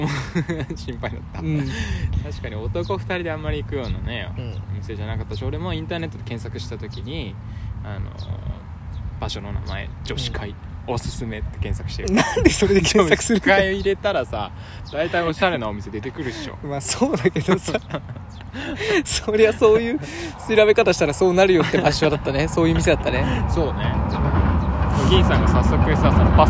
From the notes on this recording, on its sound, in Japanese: 河原収録